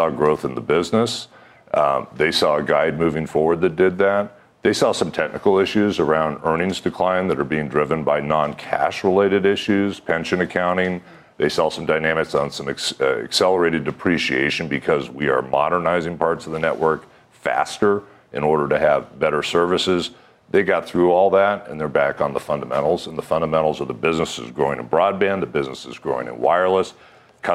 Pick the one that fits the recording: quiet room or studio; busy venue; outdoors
busy venue